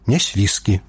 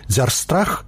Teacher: Ж знікае перад наступным С. У нясвіжы – нясвіскі палац Радзівілаў.